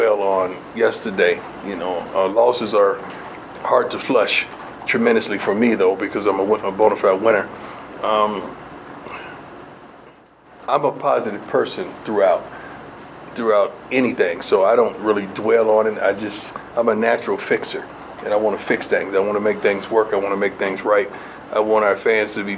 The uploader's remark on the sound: during Colorado's weekly press conference in the Champions Center